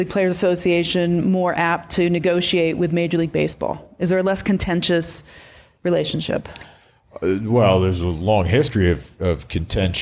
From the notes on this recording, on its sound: live at the Maven Hotel!